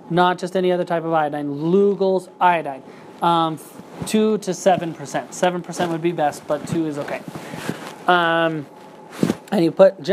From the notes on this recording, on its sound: This is a recording of a class offered at Wildly Natural.